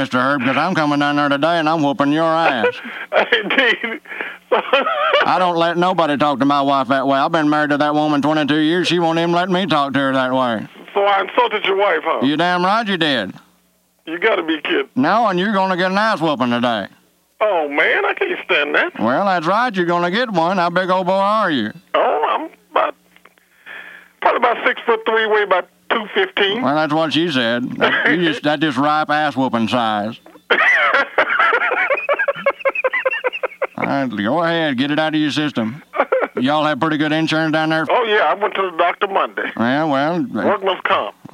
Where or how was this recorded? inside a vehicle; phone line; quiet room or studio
phone line